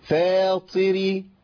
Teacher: فناخد بالنا ما أقولش فا، اسمعوا بقى الطاء ديت، الطاء المهموسة اللي هي كأنها تاء